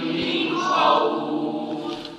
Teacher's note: عند الخاء هنا، يحذر منها القارئ، لأن بعض القراء يخفيها، يخفي النون مع الخاء، فهنا الحقيقة ربما يسبق اللسان إلى إخفاء النون، فيحذر الطالب ويعمل لسانه لإظهار ماذا؟ إظهار النون مع الخاء